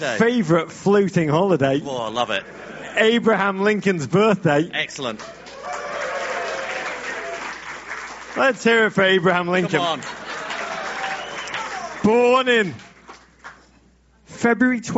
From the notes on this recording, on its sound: before a sold-out audience of GFOPs in New York City